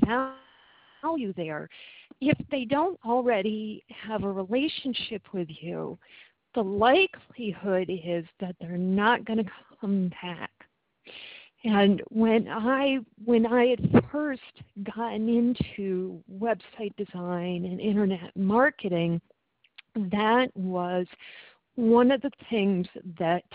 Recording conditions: phone line